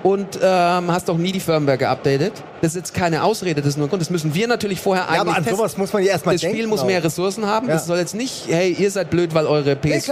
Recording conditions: busy venue